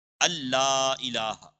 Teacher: اس میں بعض لوگ جو ہے چونکہ نون غنہ ہوتا ہے، یہاں پہ نون ہوتا ہے نون ساکن، تو اشہد ان لا پڑھتے ہیں، تو یہ چونکہ آگے لام پر تشدید ہے، شد ہے، تو یہ جب ہم نون کو لام میں ملائیں گے تو پھر نون کی آواز نہیں آئے گی، اللہ الہ ہوگا۔